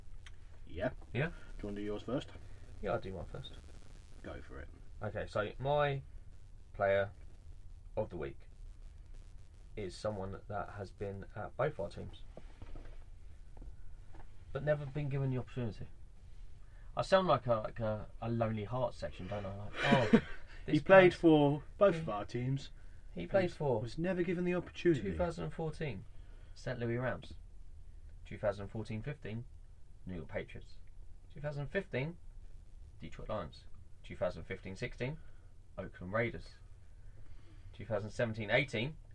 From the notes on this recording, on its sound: We are back again in our usual spot back in the van with coffee and a good podcast coming up.